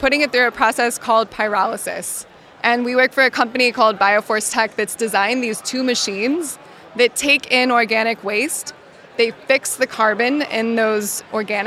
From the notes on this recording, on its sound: LIVE from Greenbuild 2022